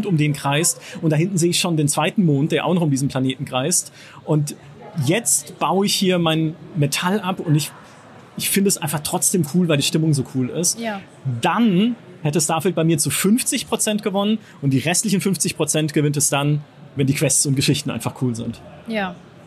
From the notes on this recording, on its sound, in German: Zumindest Letzteres brachte nun die gamescom 2023 in Köln. Im Live-Talk von der Messe.